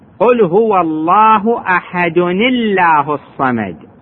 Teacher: لأن أحد هذا تنوين، هذه نون ساكنة وجاءت بعدها همزة اسم الجلالة الله، قل هو الله أحد الله الصمد، وهذه الهمزة أساسا هي ساكنة لأن هذه أل التعريف، وأساسا همزة أل التعريف ساكنة إنما تفتح ليتوصل بها ليمكن النطق بها، فهنا التقت نون ساكنة مع ألف ساكنة حرك بالكسر